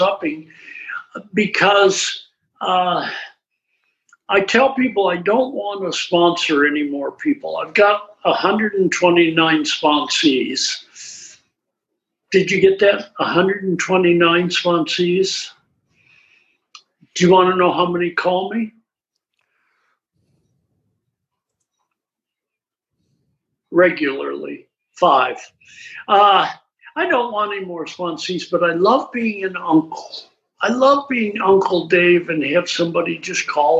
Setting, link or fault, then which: link, video call